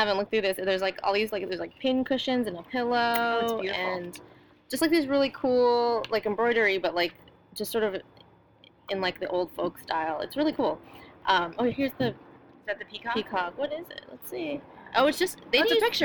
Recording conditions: sounds in the background